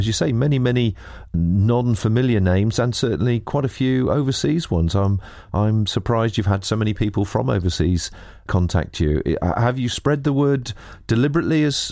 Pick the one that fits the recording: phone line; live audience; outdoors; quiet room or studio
quiet room or studio